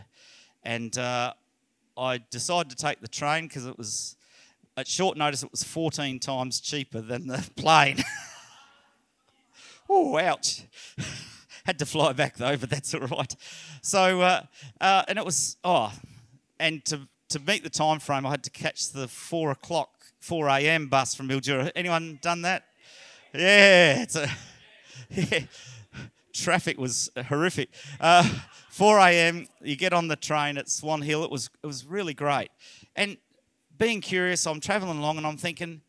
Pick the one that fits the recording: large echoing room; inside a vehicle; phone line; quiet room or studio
large echoing room